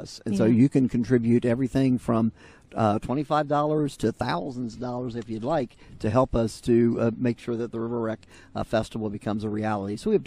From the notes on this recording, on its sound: Record live from the First Friday event in Gallipolis. Hear interviews from members of the Chamber of commerce, event organizers, vendors and attendees!